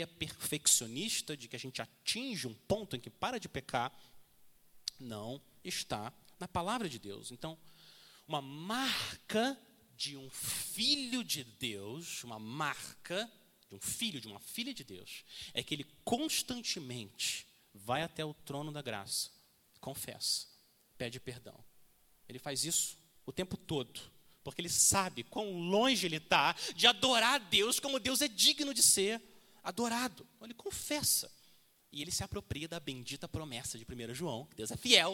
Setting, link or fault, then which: setting, large echoing room